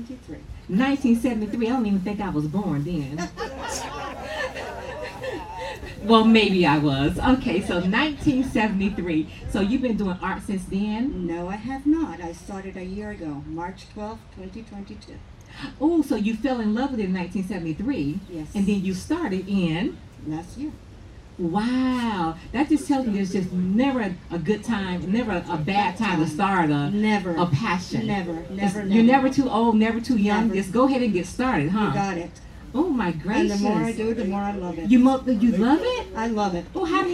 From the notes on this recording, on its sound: The …, a 501(c)(3) organization's fundraiser event, the "International Jazz Art & Blues Festival". At the Tuscawilla Art Park, Ocala Florida. The Ocala Arts & Entertainment Podcast conducted a set of live interviews at the event.